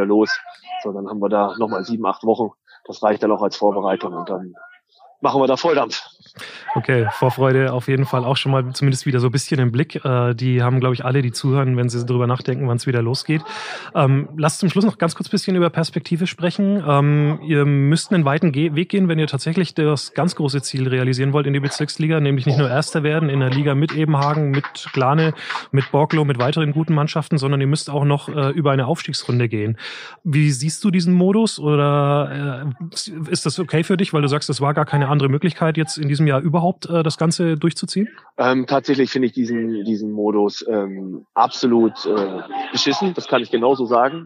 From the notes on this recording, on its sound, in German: Am Platz des Hagener SV während der laufenden Partie gegen den TuS Glane in der Kreisliga Süd. Direkt und live vom Platz.